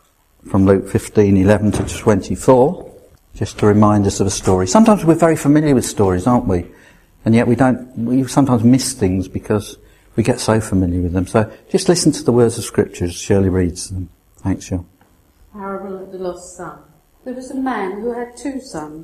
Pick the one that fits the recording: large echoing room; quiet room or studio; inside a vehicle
large echoing room